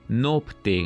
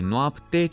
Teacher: Folosirea în locul diftongului oa a vocalei lungi o · Shown in: first take